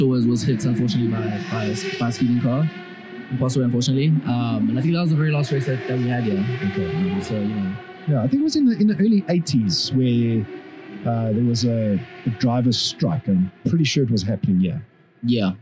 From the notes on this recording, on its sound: Report live from Festival of Motoring 2023 at Kyalami racetrack! At the AutoTrader stand.